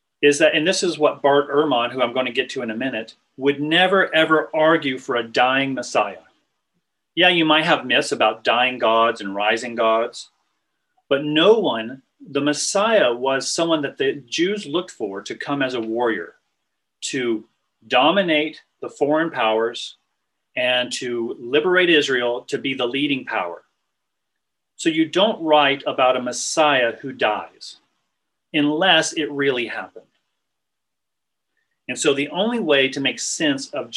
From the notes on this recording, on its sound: This was recorded on Zoom.